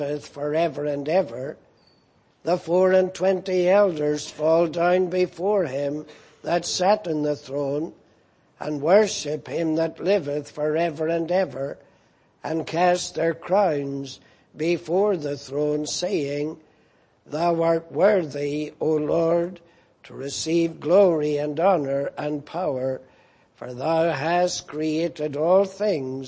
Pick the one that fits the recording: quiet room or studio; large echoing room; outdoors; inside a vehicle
large echoing room